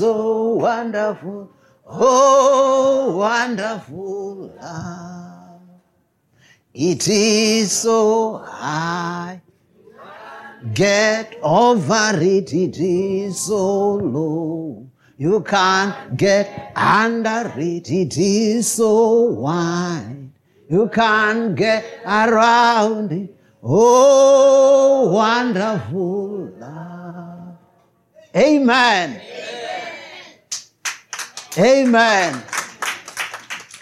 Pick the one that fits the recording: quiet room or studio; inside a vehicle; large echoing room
large echoing room